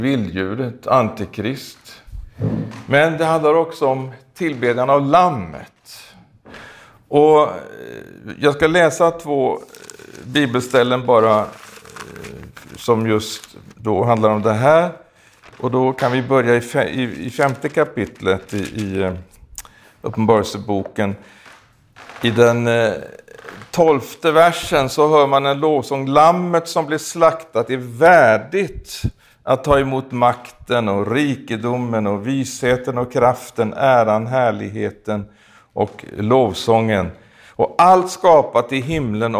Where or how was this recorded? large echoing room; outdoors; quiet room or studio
large echoing room